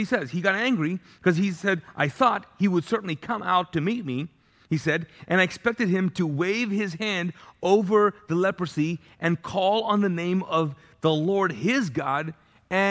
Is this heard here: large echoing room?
yes